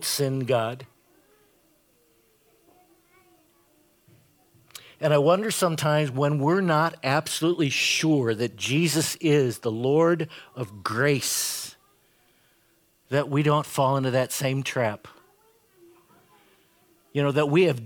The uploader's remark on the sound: Preached this sermon at Bethany's Saturday worship on April 9, 2022. Bethany, Appleton, WI.